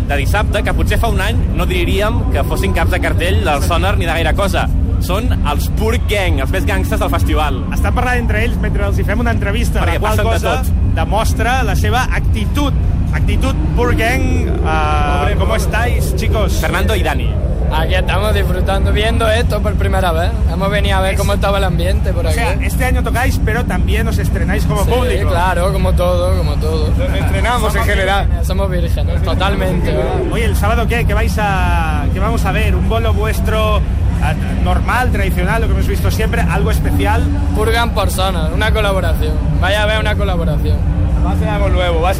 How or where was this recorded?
busy venue